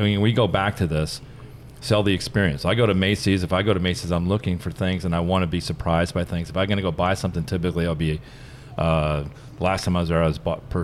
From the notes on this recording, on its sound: The team records a podcast live from San Francisco at an event on the coming apocalypse of retail. Joined by two special guests.